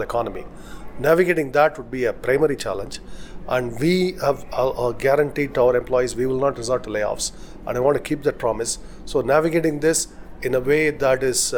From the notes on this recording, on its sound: Speaking with Forbes India at the company’s annual Zoholics conference. In Bengaluru.